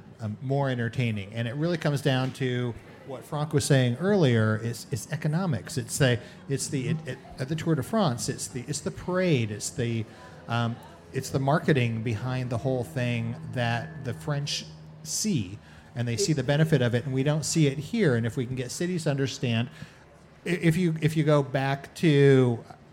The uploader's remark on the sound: Live at Peddling Brewing Company in Seattle.